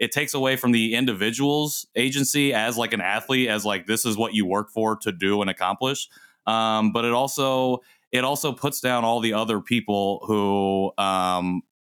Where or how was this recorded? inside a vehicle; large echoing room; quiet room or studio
quiet room or studio